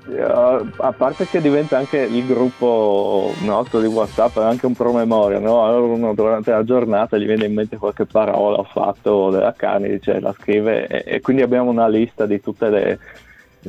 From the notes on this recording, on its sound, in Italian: Nel programma del mattino abbiamo avuto al telefono uno degli admin di Spoken Carnia.